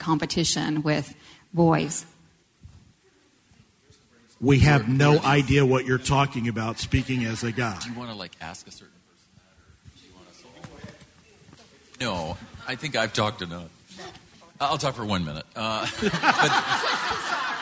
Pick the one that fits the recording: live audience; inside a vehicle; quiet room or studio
live audience